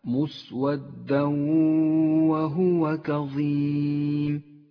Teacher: التنوين مع حرف الواو، يدغم التنوين بالواو، يسقط التنوين من اللفظ، لذلك هو رمادي اللون، وتغن الواو بمقدار حركتين، ولذلك هي خضراء اللون. · Term: الإدغام بغنة